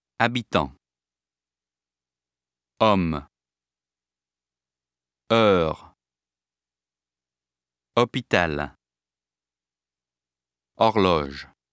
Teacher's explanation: In French, the letter H is never pronounced.